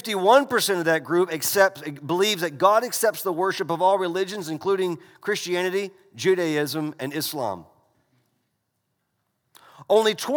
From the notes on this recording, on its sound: This message was delivered during the Sunday morning gathered worship service in December 2019 at Covenant Baptist Church, Valdosta, Georgia.